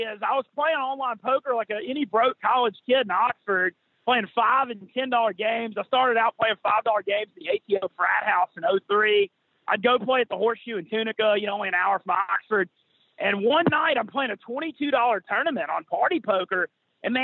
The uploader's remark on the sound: joins on the Modern Woodmen phone line